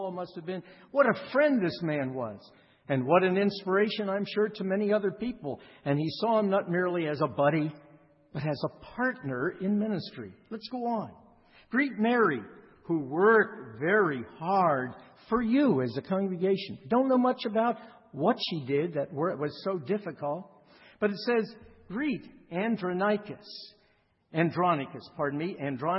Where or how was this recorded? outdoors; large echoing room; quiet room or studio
large echoing room